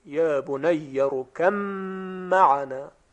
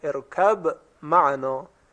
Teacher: ادغام با در میم با دقیقا مثل یک میم مشدد باید تلفظ شود · Shown in: first take · ارکم معنا یعنی هیچ اثری از حرف با نیست.